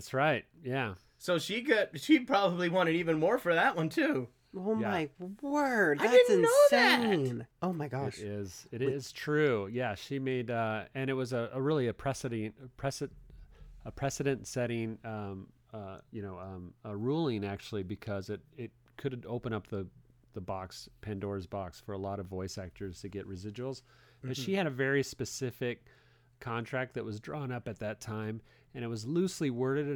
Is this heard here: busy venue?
no